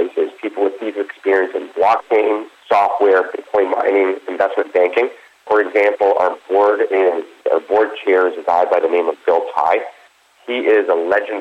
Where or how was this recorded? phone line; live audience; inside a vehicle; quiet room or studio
phone line